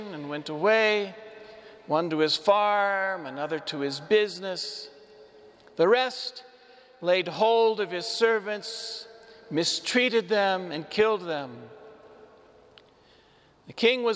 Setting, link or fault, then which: setting, large echoing room